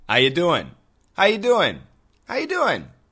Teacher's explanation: Are is completely gone.